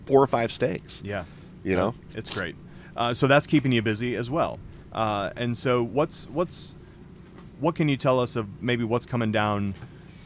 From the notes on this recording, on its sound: We took the podcast on the road this week - we are LIVE from the Second Annual Primo BBQ Bash in Poplar Bluff Missouri.